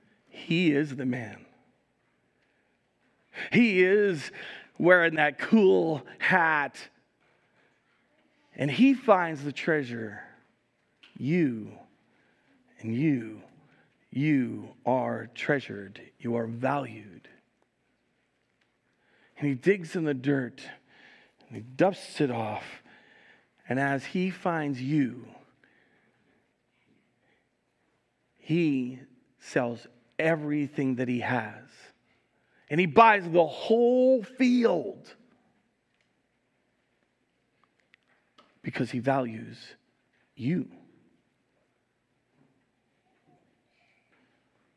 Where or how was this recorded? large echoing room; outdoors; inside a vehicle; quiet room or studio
large echoing room